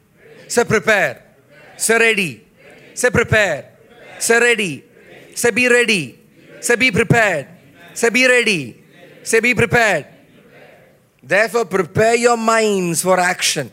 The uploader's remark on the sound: message preached at the Watch Night Service on 31 December 2023 at Revelation Church.